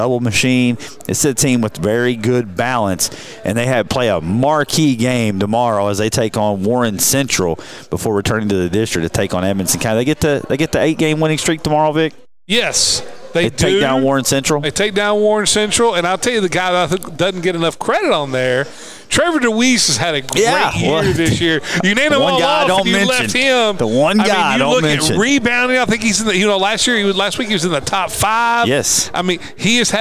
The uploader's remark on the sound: Live from the Owensboro Country Club